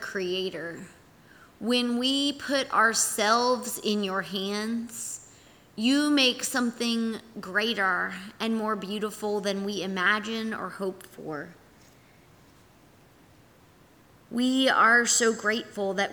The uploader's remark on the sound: Our audio recording from yesterday&#8217;s worship service. Here is our audio recording from yesterday’s worship service.